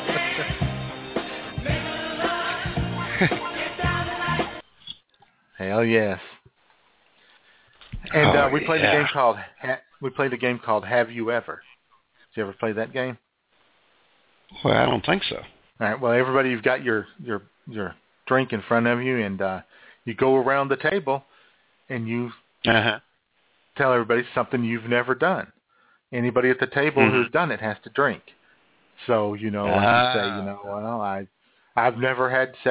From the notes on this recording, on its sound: All of this frivolity plus your phone calls with your favorite games of all-time.